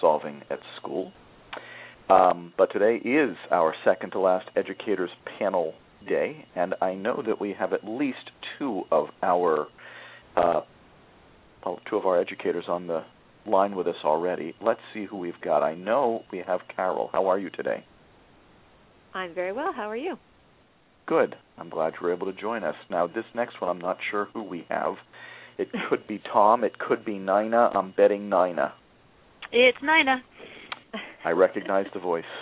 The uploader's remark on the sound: a student called into the program